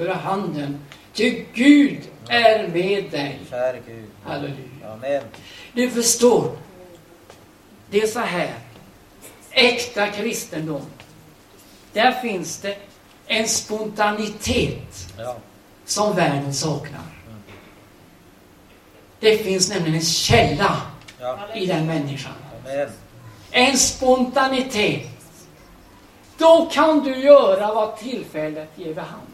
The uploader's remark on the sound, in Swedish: Liveinspelning